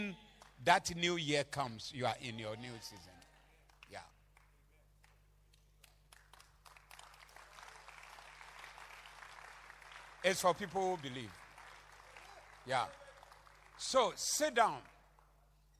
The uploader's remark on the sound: Preached at the Thanksgiving Service Convention Day 1